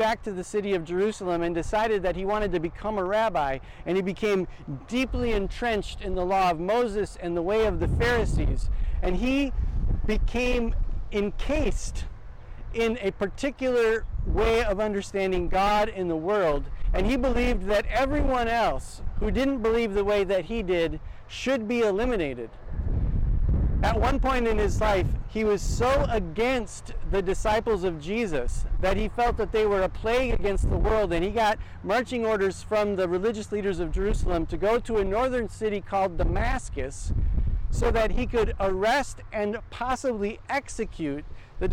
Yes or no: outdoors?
yes